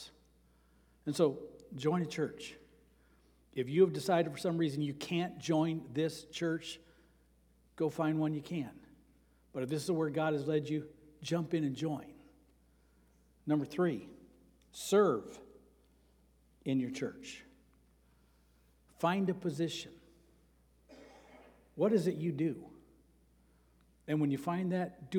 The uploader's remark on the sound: Sermon preached on Sunday, September 17, at Avondale Baptist Church.